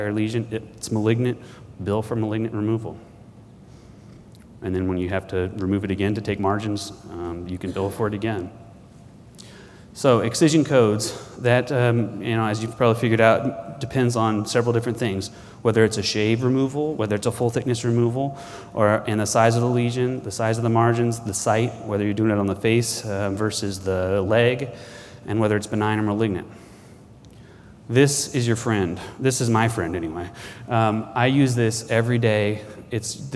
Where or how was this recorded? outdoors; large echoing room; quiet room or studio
large echoing room